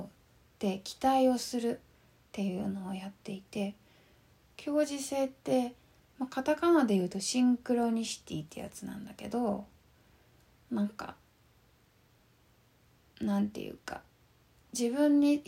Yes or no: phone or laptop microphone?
yes